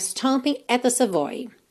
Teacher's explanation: Esse at the fica bem corridinho